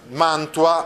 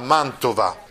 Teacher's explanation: inserimento di una consonante tra due vocali latine, da mantua a mantova